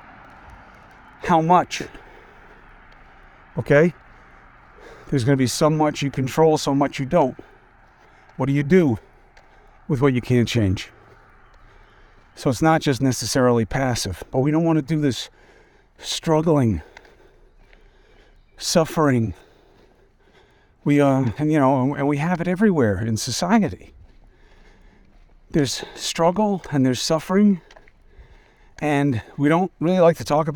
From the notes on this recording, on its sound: Walk and Talk